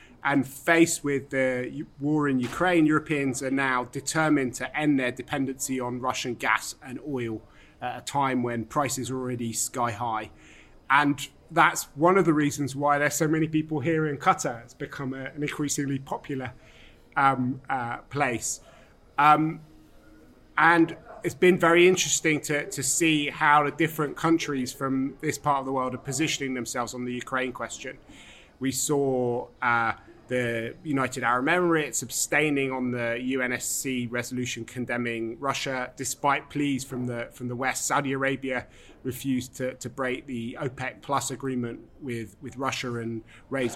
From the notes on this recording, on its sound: On location at the Doha Forum 2022